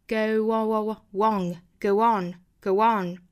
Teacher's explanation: 是元音加元音的连读，这里需要加一个 w 的半元音